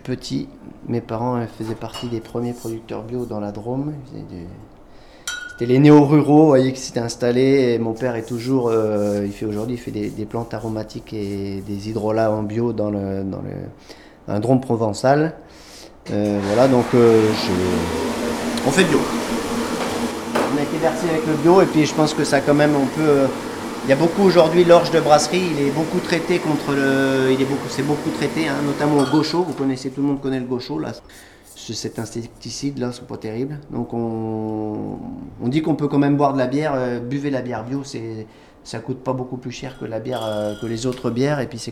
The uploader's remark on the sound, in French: La Belle de Maine, brasserie artisanale du Maine-et-Loire nous accueille le temps d'un brassage. Nous sommes près de Valanjou, à la ferme Bellis Perennis.